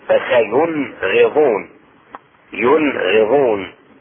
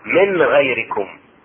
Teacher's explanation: النون الساكنة عند الغين تظهر. ومثاله في كلمتين في سورة المائدة الآية 105 نحو قوله تعالى: أو آخران من غيركم.